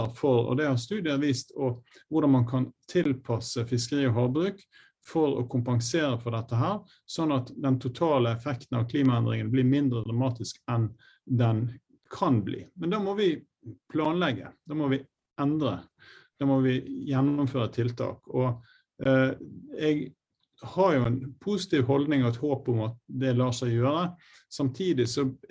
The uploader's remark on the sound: Live Zoom